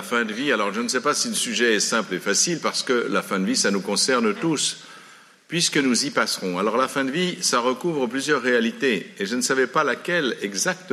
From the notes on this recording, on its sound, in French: À la salle des Carmes de La Rochefoucauld une conférence sur la fin de vie.